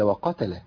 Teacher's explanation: يبقى نقول التاء المتحركه يقل فيها الهمس، والساكنه يعني لابد من توضيح الهمس، تقوى بالهمس لانها تضعف بالسكون.